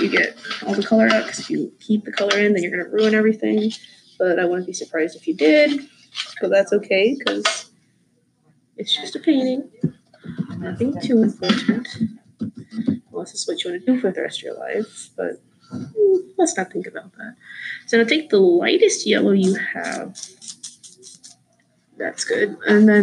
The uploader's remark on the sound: I choked on an apple before filming and so the microphone decided to pick up on my unnecessary breathing constantly.